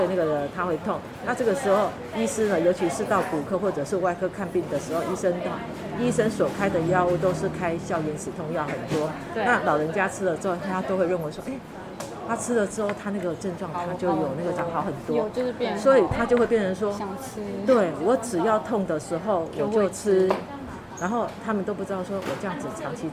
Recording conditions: busy venue